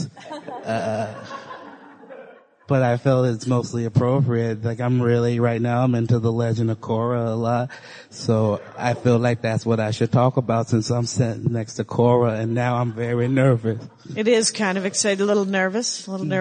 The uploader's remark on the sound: Live at Sketchfest. I did a live Dork Panel.